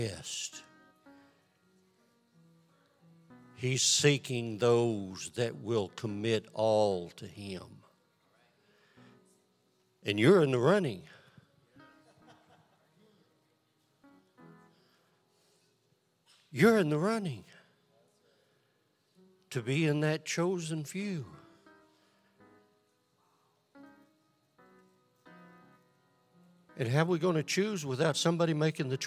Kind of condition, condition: setting, large echoing room